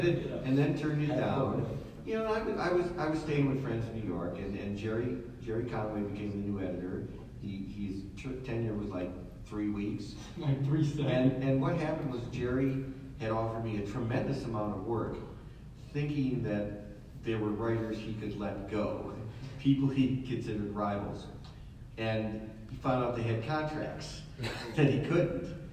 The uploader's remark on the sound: NM Comic Expo Panel. Panel from New Mexico Comic Expo.